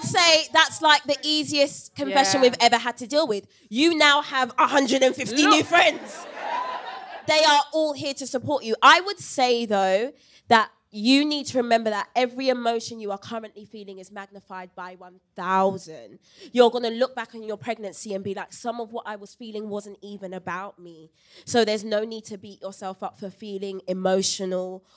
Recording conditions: live audience